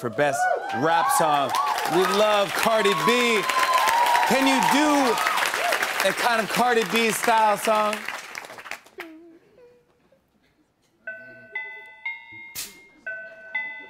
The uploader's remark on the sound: Chats with members of the audience.